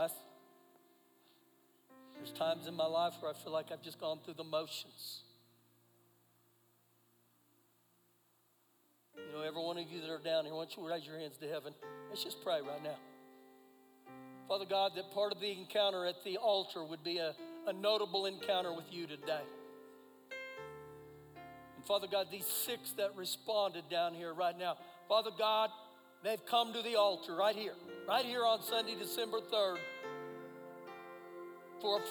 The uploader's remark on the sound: Recorded live during our Sunday Morning service